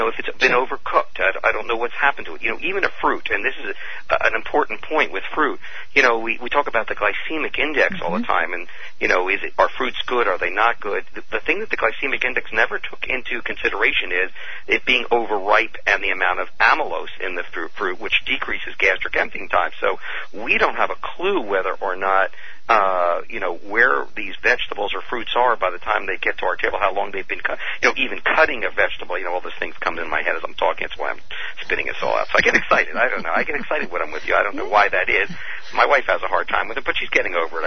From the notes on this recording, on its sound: Open phone lines. Healthy Talk Radio.